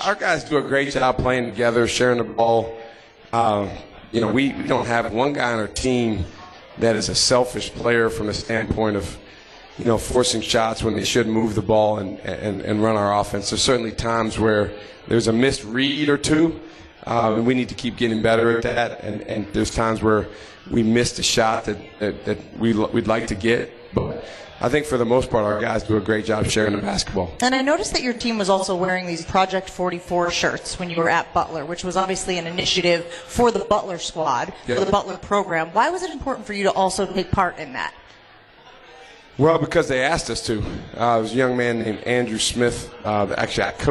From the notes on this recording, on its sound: LIVE from MOTOR Bar & Restaurant